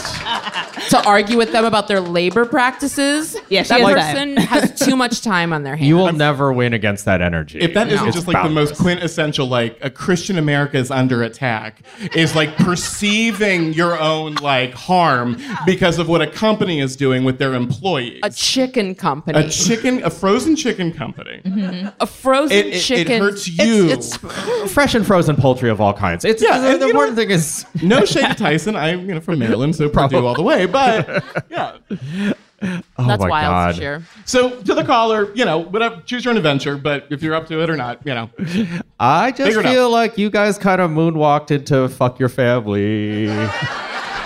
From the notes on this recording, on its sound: Live from SF Sketchfest. Live from San Francisco Sketchfest!